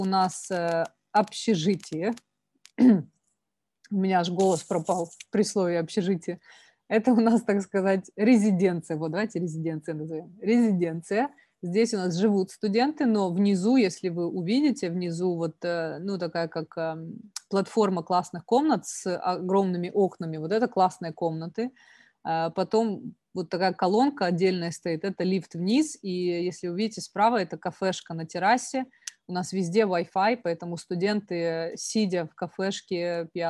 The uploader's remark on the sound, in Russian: Послушайте запись вебинара с сессией вопросов и ответов бизнес-школ Les Roches и Glion (Испания, Швейцария, Китай, Великобритания).